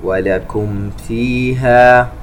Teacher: ميم ساكنة وبعدها حرف الفاء إظهار شفوي